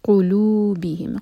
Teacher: قاف حلق سے نکلے گا ورنہ اس کا میننگ چینج ہو جائے گا